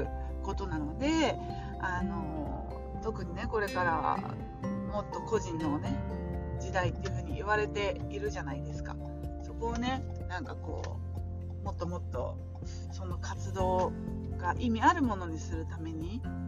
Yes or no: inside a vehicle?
yes